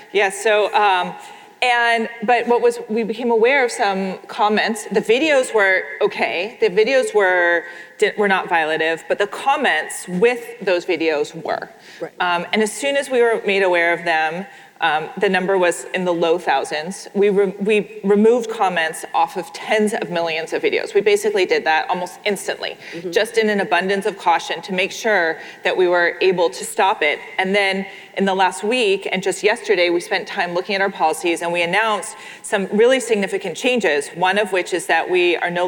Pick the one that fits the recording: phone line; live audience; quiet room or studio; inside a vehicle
live audience